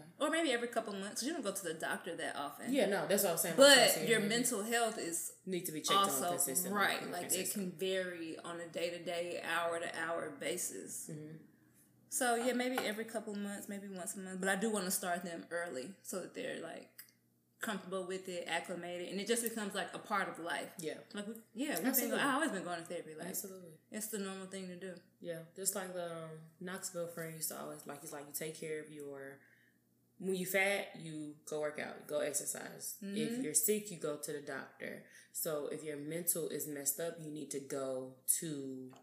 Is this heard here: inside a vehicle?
no